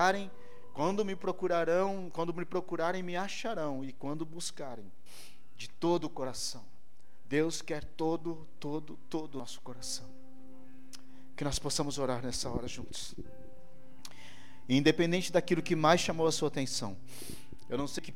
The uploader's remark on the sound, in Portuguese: ÁUDIO DO CULTO